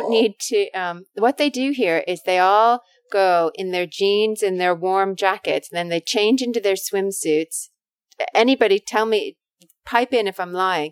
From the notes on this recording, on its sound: Some mic issues - apologies for that.